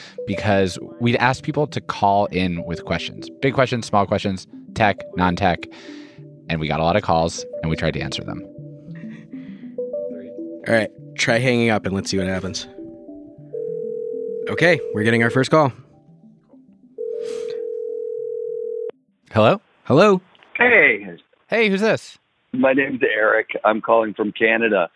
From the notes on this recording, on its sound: The Reply All Hotline. Open up the phone lines.